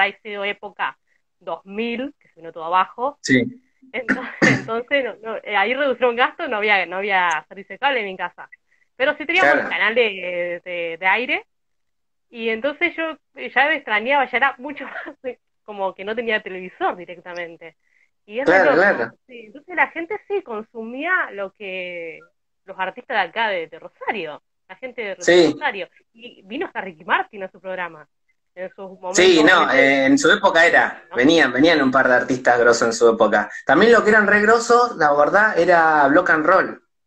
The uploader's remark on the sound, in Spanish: Fue realizado en directo por Instagram